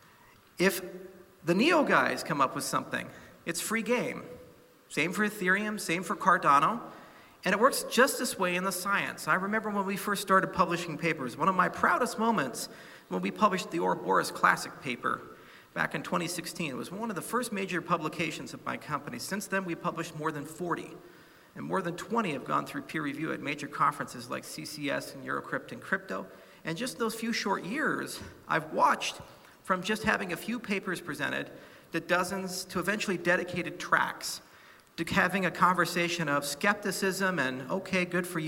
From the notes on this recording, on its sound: keynote speech from Token 2049 in Hong Kong